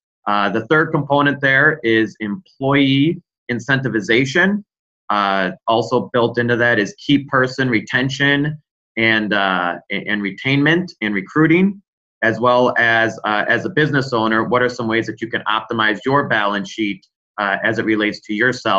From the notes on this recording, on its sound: This is a recording of a previous webinar we hosted.